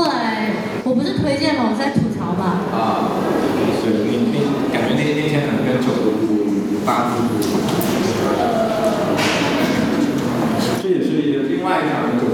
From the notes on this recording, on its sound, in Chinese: 本期是「园游会」展览的开幕分享会录音